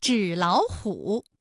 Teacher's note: 第一个音节变成21，第二个音节变成35 · Term: 音变